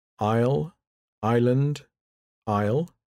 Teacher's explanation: The S isn't usually pronounced before an L. · Term: The silent S